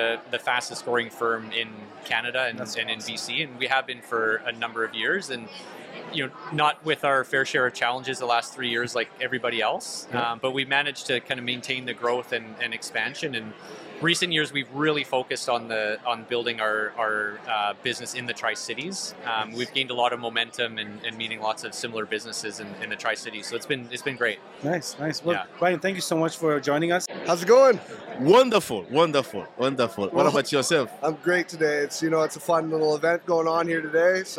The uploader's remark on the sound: Recording at the Tri-Cities Chamber of Commerce Business Showcase where they interview multiple people from many different industries.